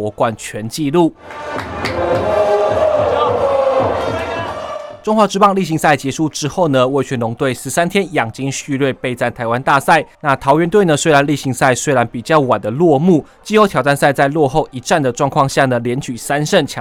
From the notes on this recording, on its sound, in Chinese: 這次我們前往天母棒球場，帶大家感受第七戰的現場第一視角